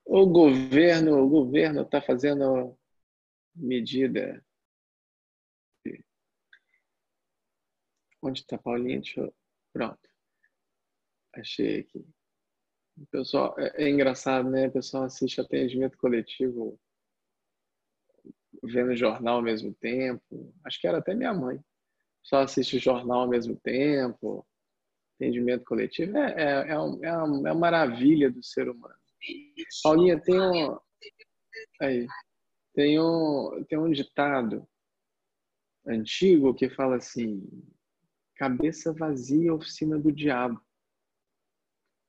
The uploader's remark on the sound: Online via Zoom (bit.ly/zoomsangha).